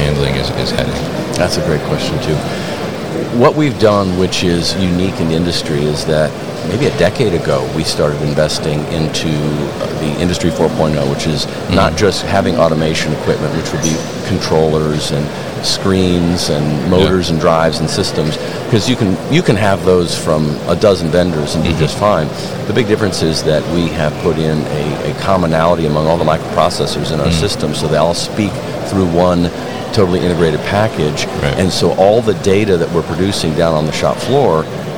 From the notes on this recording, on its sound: Siemens at MODEX 2022